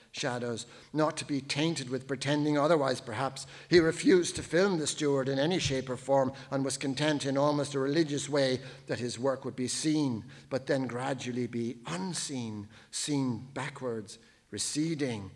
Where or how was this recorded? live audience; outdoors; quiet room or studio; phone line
live audience